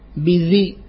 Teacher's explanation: فالرخاوة التي في الذال فلا ينبغي أن تتغلب على الجهر والشدة الذي في الباء · Term: الشدة والجهر